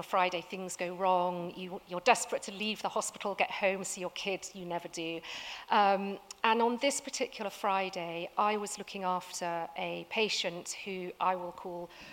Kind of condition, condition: setting, live audience